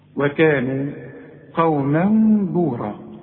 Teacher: انما لو تفتح المصحف هتلاقي فوق قوما ايه المفروض فتحتين، لا هو شلك فتحه وخلالك واحده بس، ورسم لك بدل الفتحه اللي شالها مين، علشان بيذكرك بيقول لك اذا وصلت اقلب التنوين الى ميم برضو وخفيه وغن، نفس النون الساكنه هي هي سواء بسواء، خلاص. · Term: اقلاب